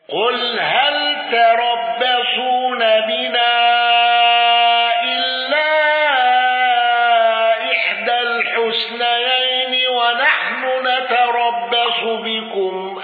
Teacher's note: أبو عمرو بقصر المنفصل والإخفاء